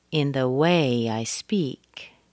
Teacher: We have a structure word, weak, weak, strong, da, da, da, in the way, and then I speak, da, da.